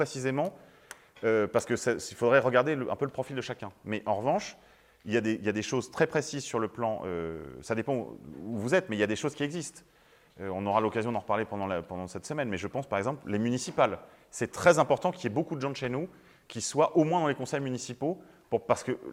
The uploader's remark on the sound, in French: Conférence donnée à l'université d'été catholique Academia Christiana lors du colloque "l'identité contre la nouvelle tour de Babel". À Sées - Normandie.